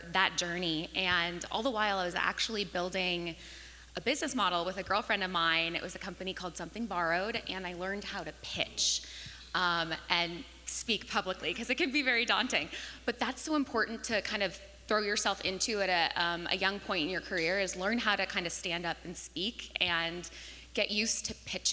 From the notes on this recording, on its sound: The first ever live recording of the Founding Fearless Podcast at the KS WELI Women's Summit 2023.